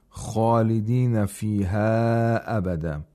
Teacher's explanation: خَالِدِينَ has the highest level of tafkhim because it has an aliful mad.